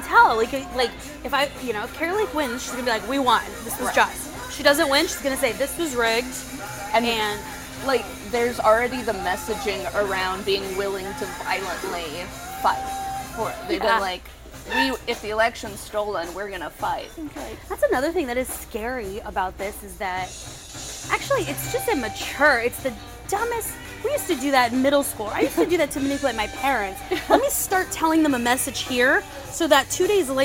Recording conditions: background noise